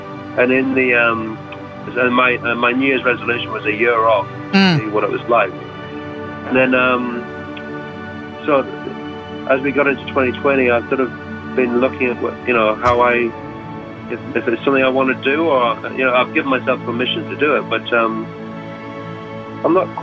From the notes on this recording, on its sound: A phone interview